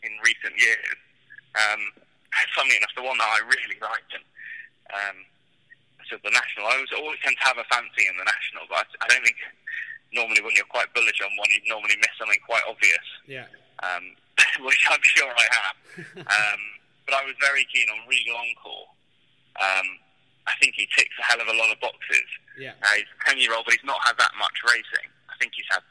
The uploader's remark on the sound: call in from Taunton and Barbados respectively